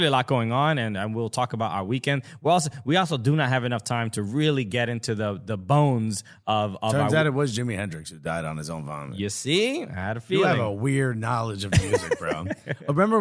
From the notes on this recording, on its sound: We hosted the NBC Premier League Mornings Live Fan Fest.